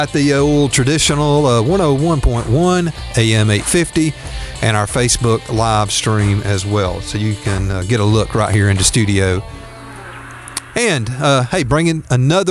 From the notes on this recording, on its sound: taking listener phone calls